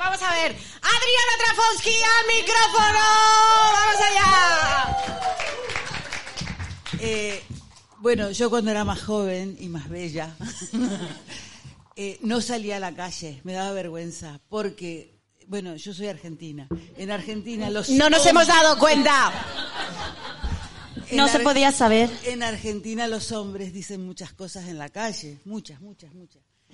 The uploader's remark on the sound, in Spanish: Live Show La Madriguera. En la sala La Madriguera. Nuestro primer podcast en directo con público que ha pagado por ver como hablamos. Vinieron y se quedaron hasta el final.